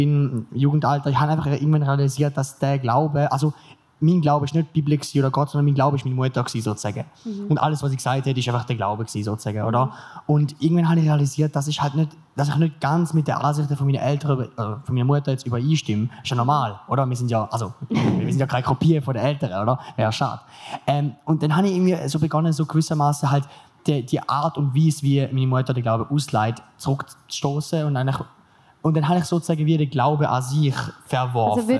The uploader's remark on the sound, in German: LIVE vom PraiseCamp. Wir sind wieder da und melden uns direkt mit einer Spezialfolge zurück, die wir über Neujahr am PraiseCamp aufgenommen haben. Warst du vor Ort bereits dabei und möchtest nun hören, ob man dich an deinem Klatschen erkennen kannst?